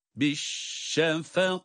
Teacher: Direkt fa'yı kafa bağlayacağız. Uzatma yok.